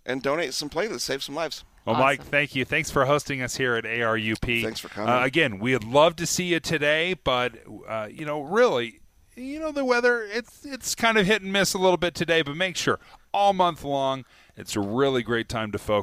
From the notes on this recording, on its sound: broadcasting live from ARUP Blood Services in Sandy